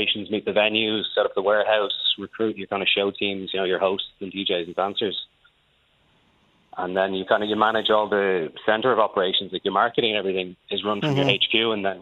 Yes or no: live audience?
no